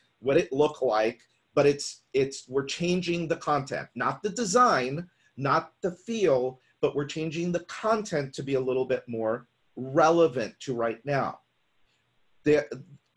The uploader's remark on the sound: we’re sharing the audio from a webinar with you